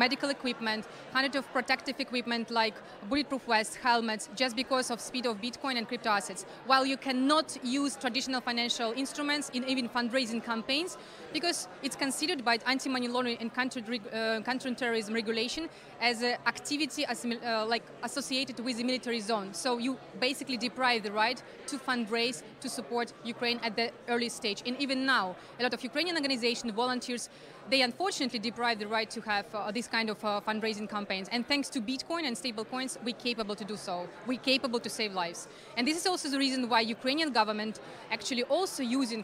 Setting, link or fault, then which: setting, busy venue